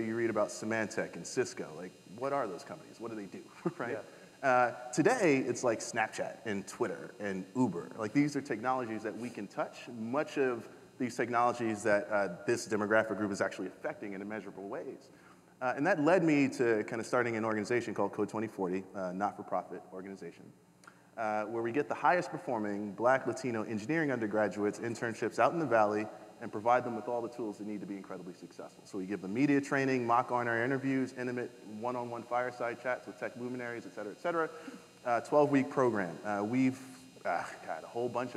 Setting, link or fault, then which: setting, live audience